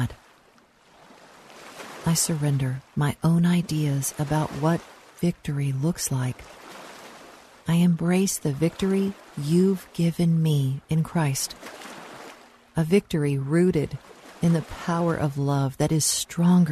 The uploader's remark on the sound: Relax to the sounds of lake waves. Relax to the sounds of lake waves.